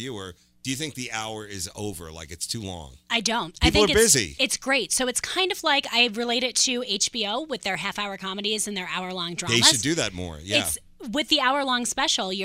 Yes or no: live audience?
no